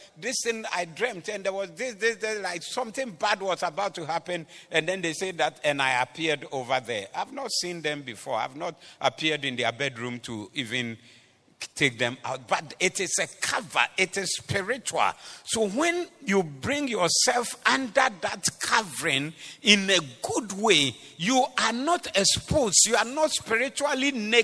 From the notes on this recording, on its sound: Preached at the Doxa Service 29102023